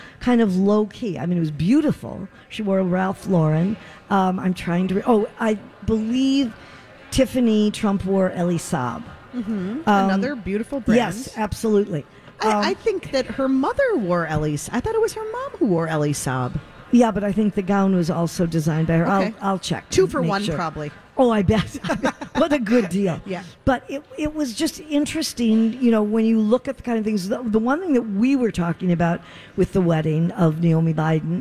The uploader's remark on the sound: Live form the Galleria for Santa Stop #1!